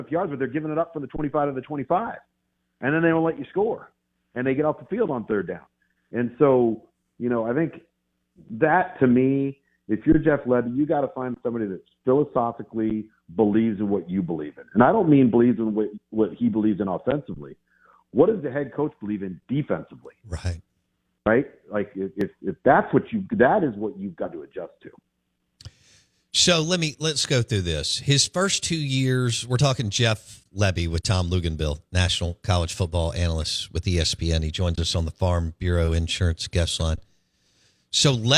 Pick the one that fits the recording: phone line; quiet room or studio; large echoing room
phone line